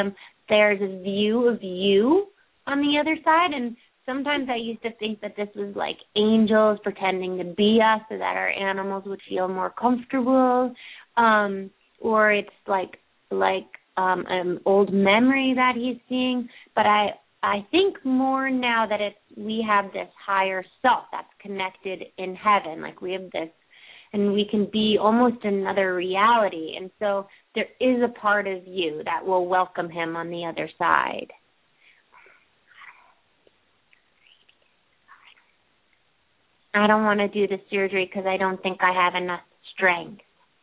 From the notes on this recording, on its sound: open up the lines for listeners to call